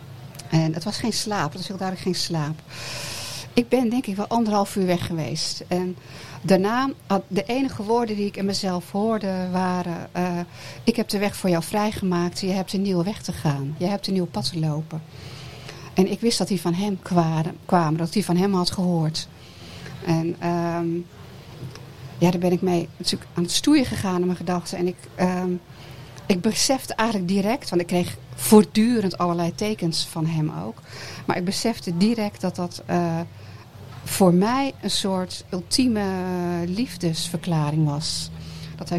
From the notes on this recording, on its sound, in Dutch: De aflevering van #odeaandemagie is live opgenomen op Kampeerterrein de Lievelinge in Vuren tijdens het festival ZIN. Open podium.